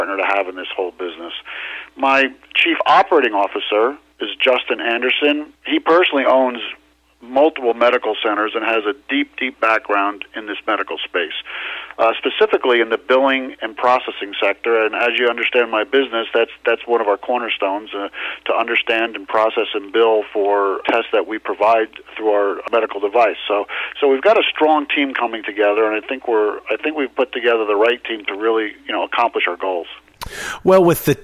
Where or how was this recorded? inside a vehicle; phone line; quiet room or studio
phone line